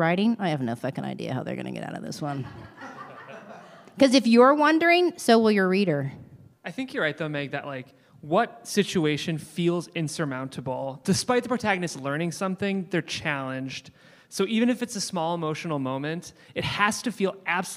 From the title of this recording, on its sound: LIVE Q&A From The SLO Film Festival